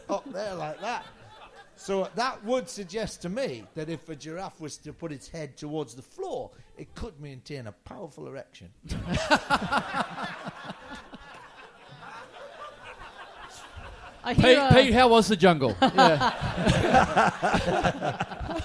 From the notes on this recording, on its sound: We're back in Brisbane for the first of our big double live episodes